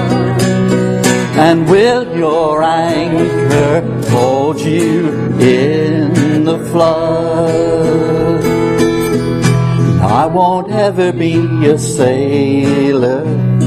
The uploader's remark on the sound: at Rayleigh Elim Pentecostal Church